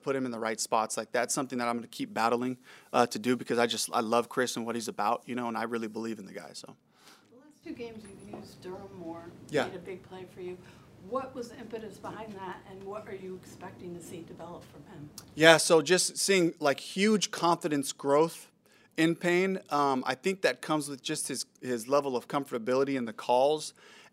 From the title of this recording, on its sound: Press Conference